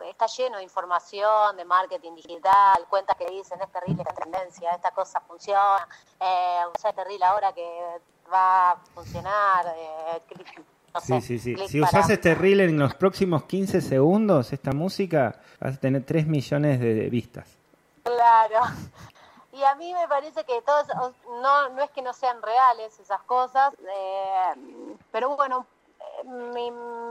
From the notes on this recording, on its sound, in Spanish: Charla Telefonica.